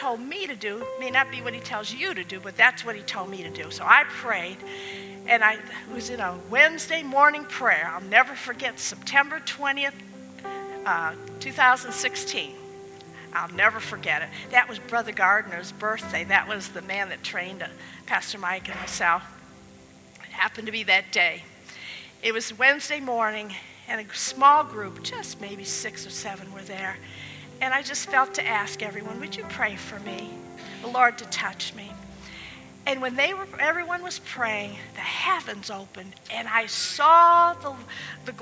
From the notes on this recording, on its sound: at the Fredericksburg Full Gospel Fellowship on March 15th, 2020.